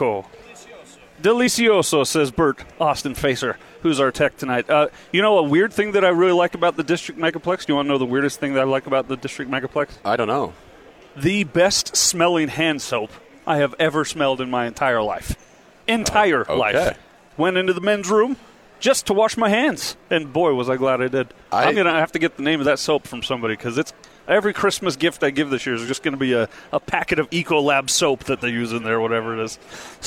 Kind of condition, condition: setting, busy venue